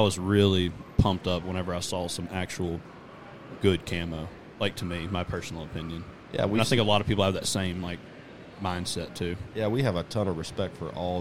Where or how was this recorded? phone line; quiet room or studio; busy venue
busy venue